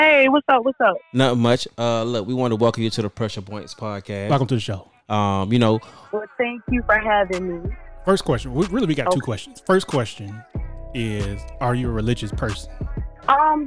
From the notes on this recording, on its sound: having listeners call in live!